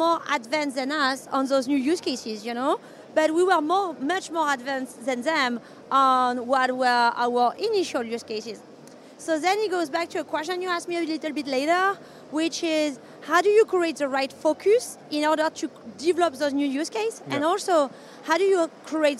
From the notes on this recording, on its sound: joined live from the #SaaStock2023 Podcast Stage